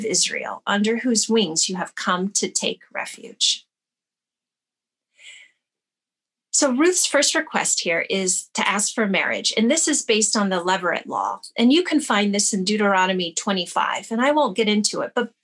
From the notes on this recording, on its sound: Teaching from the February 7, 2021 Zoom Gathering